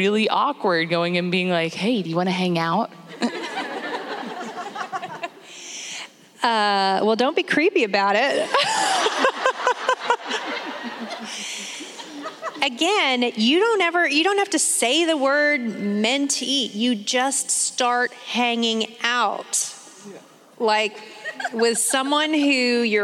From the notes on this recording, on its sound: Our very first Journeywomen Live event that was recorded this past summer at The Gospel Coalition Women’s Conference.